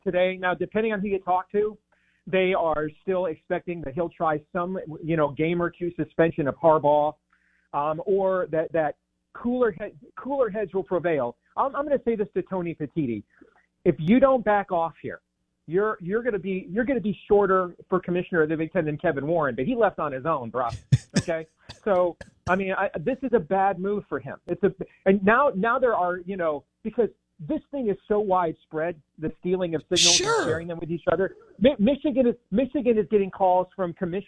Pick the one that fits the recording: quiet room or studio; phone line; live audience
phone line